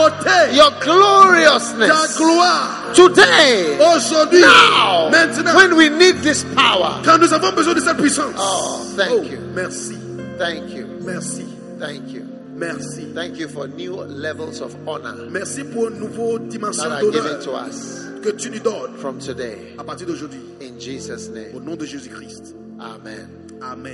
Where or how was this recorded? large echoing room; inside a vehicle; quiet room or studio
large echoing room